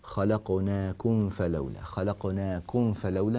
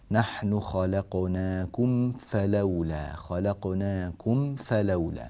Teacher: خلقناكم فلولا، هذه الميم الساكنة جاء بعدها حرف الفاء، فحكم الميم هنا الإظهار الشفوي، يعني لابد من أن تنطبق الشفتان تماما على هذه الميم قبل الانتقال إلى نطق حرف الفاء · Shown in: second take · فلا نقول خلقناكم فلولا، ننتقل إلى من الميم إلى الفاء دون أن تنطبق الشفتان تماما على حرف الميم، فهذا الأمر غير صحيح، فليتنبه لذلك.